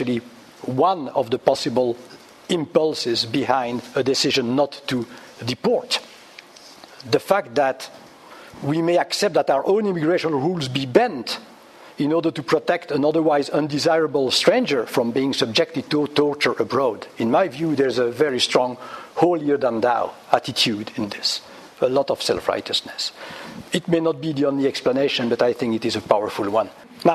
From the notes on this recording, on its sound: Public Seminar Series, Hilary term 2014. Recorded on 12 February 2014 at the Oxford Department of International Development, University of Oxford.